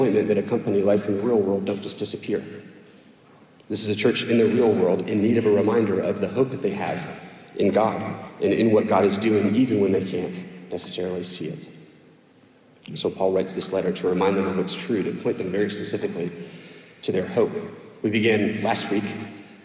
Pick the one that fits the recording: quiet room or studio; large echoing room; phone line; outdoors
large echoing room